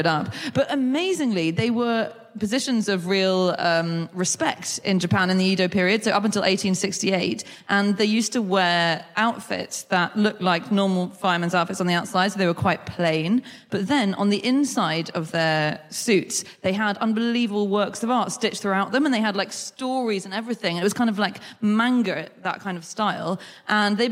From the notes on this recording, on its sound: Live from Leicester